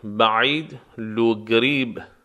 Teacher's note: ق به صورت حرف گ تلفظ میشه در زبان عربی عراقی. در بعضی از مواقع حرف قاف به صورت گ تلفظ میشود.